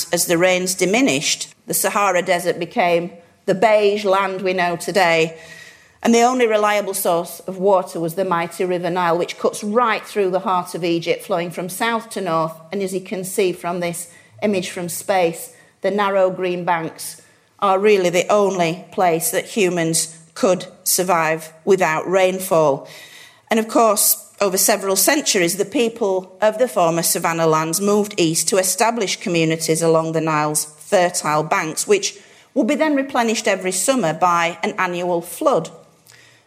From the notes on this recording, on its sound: a lecture from our 2015 History Weekend event